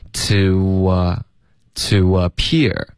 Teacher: to 跟 appear 之间要添加一个很轻的一个 w